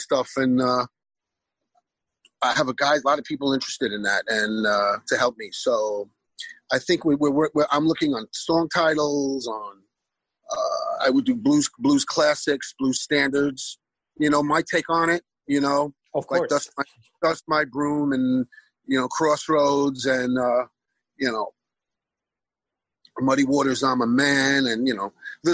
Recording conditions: video call